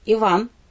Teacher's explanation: ударение на второй слог. Это ямб.